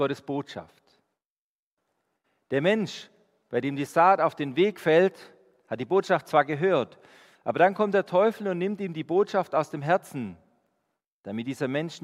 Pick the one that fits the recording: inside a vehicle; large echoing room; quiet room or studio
large echoing room